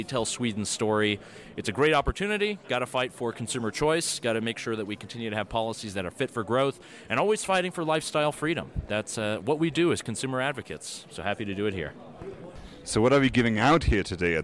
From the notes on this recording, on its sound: We're coming to you live from Davos, where Consumer Choice Center was a sponsor at the annual Swedish Lunch side-event. You're hearing from guests and the CCC team live from the mountain.